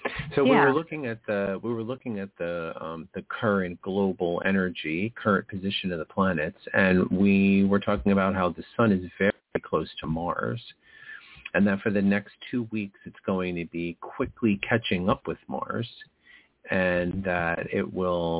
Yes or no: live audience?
no